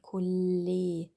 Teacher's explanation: Ihr könnt euren Zeigefinger auf die Nase legen, auf einen Nasenflügel. Und bei dem N vibriert die Nase, bei L vibriert die Nase nicht.